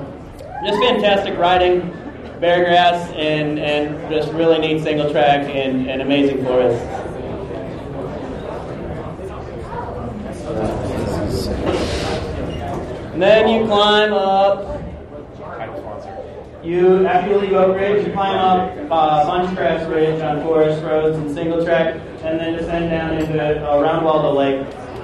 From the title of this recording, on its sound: LIVE announcement of the Oregon Timber Trail at Base Camp Brewing